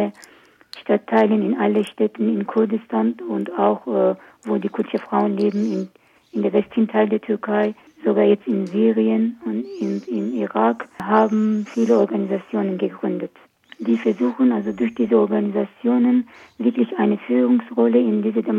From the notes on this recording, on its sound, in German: In dem Telefoninterview. Tonqualität leider nicht so gut.